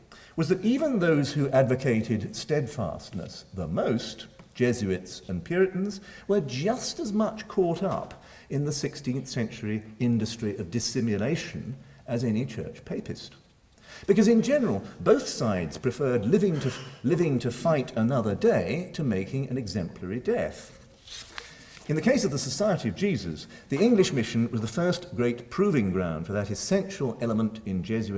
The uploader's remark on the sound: Recorded Tuesday 1 May 2012 at St Cecilia's Hall, Edinburgh.